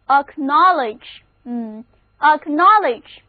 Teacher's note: 先跟我读一遍这个单词，重音放在第二个音节上